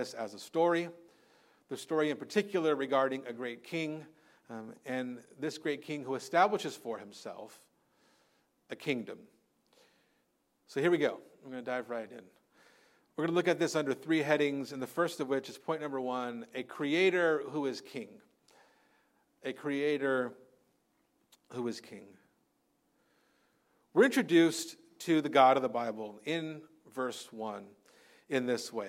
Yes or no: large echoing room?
yes